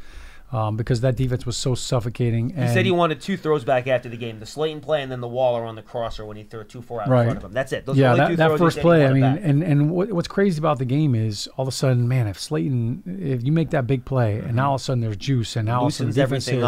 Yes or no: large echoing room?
no